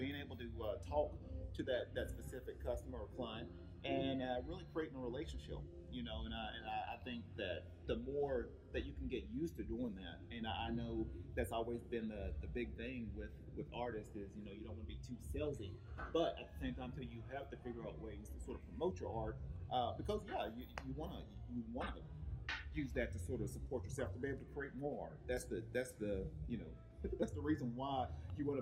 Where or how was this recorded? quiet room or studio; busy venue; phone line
busy venue